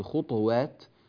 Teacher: وأيضا ننبه إلى إسكان الطاء في كلمة خطوات، والإسكان هنا لابد أن يكون ظاهرا، وألا تكون الطاء مقلقلة مائلة للضم، إنما القلقلة لا تميل عندنا إلى حركة من الحركات على الصحيح.